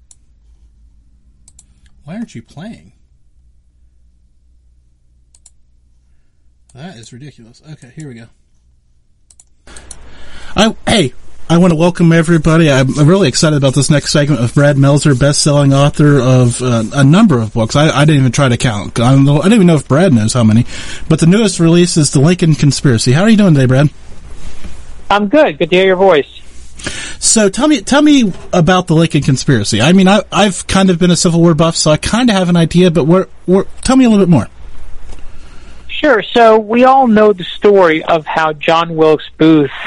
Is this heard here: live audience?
no